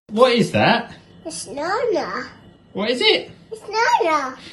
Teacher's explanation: she doesn't say it's with the t. She loses that and says is.